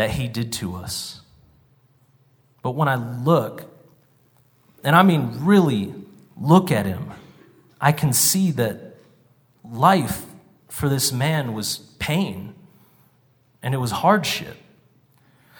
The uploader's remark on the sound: Live from the Cowboy Poetry Gathering